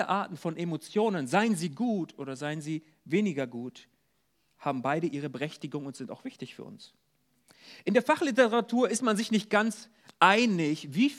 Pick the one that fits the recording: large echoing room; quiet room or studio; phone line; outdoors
large echoing room